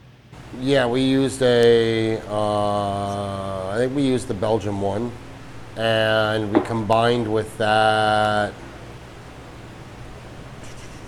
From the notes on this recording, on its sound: These pubcasts are a collection of videos (or audio if you prefer to listen that way) which we recorded at the breweries listed below, and we split them up into a 3-part series.